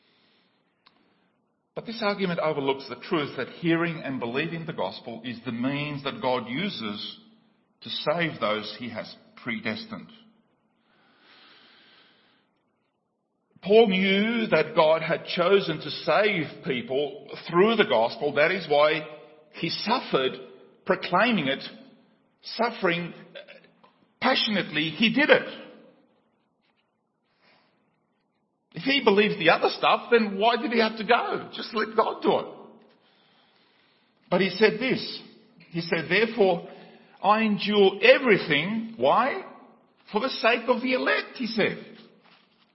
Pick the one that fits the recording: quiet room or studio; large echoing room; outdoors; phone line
large echoing room